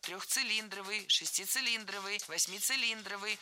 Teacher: Всегда ударение ставим на слог «ли», как и в исходном прилагательном без первой части «цилиндровый».